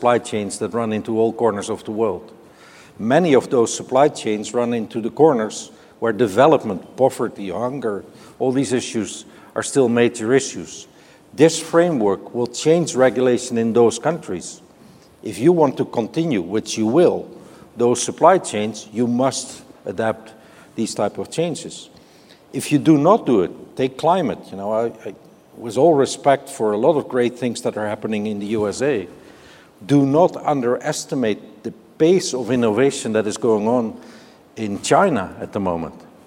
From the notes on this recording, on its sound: The best of live interviews from GreenBiz events